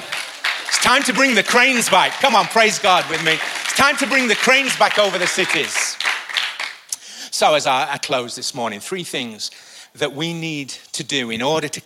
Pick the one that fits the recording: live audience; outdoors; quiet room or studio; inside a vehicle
live audience